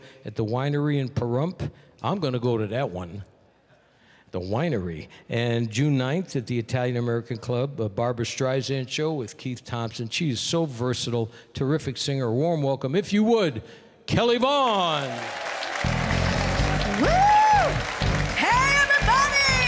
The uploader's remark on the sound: Live at the South Point Casino